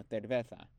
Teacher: Y teta es el nombre de la fricativa interdental sorda, que es un fonema que existe en España, especialmente en el centro y norte de España. Para pronunciarlo hay que meterse la lengua entre los dientes superiores e inferiores, dejando que el aire se escape.